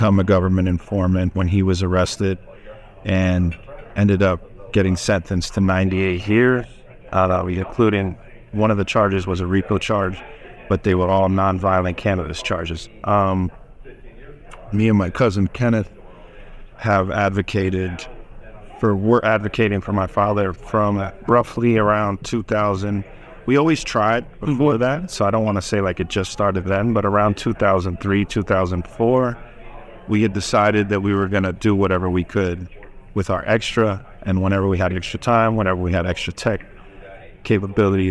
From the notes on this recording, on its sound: recorded on-site at Benzinga Cannabis Conference